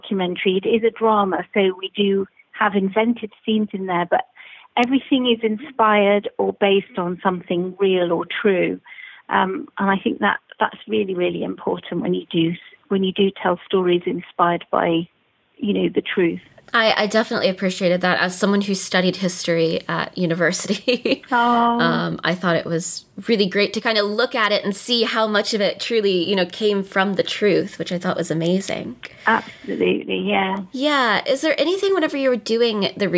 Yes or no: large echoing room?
no